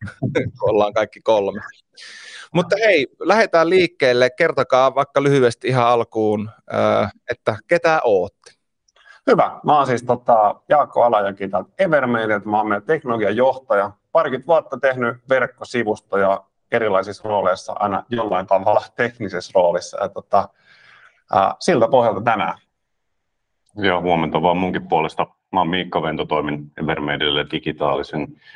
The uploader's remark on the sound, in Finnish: Tämä on äänitallenne Lianan webinaarista.